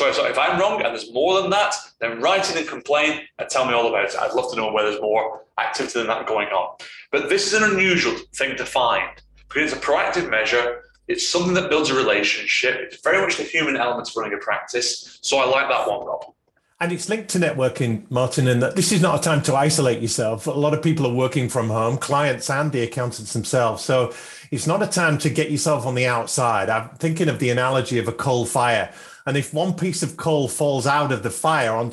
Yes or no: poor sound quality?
yes